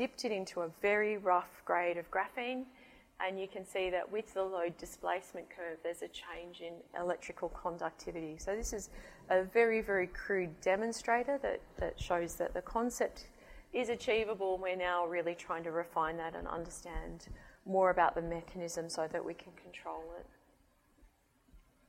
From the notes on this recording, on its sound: IFE Distinguished Visitor Lecture, recorded 15 February 2019 at QUT